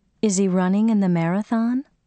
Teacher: Hint: one of the missing words in each sentence is a pronoun or auxiliary verb with a disappearing H